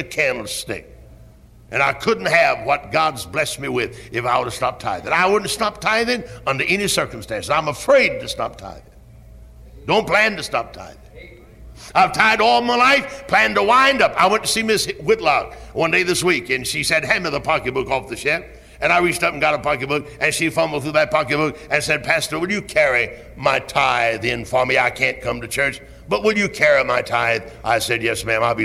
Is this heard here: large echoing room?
yes